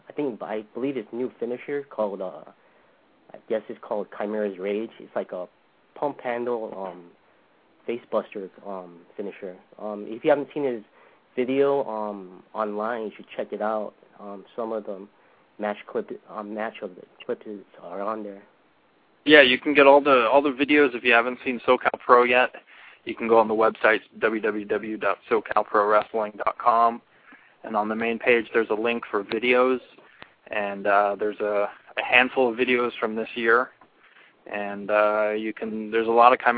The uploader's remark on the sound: a very special "call in" guest